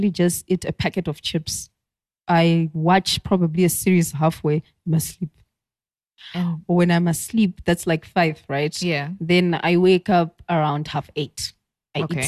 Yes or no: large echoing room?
no